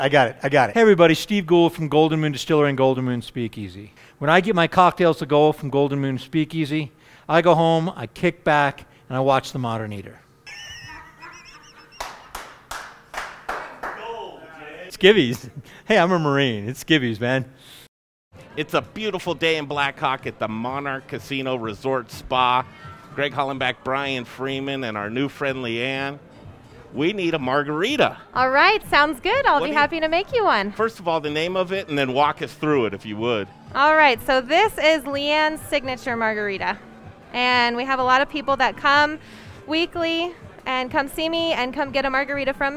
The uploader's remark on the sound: Live from Monarch Casino Resort Spa!